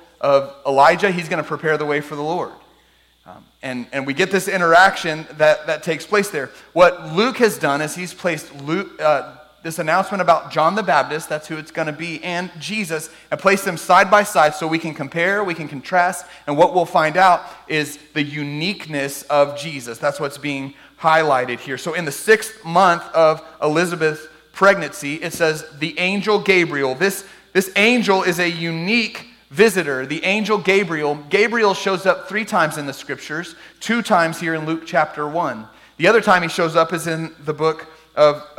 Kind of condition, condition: setting, large echoing room